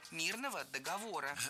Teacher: Перед нами, опять же, существительное с неподвижным ударением на основе, на третьем слоге